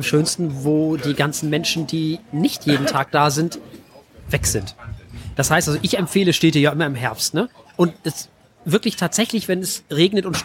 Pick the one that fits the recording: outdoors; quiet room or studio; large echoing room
outdoors